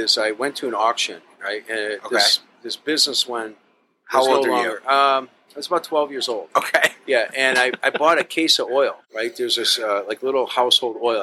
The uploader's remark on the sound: This episode was recorded at the delightful Stownut Donut & Diner.